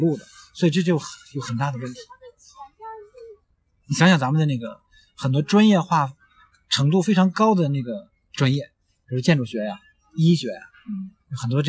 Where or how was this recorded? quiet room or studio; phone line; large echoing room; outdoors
outdoors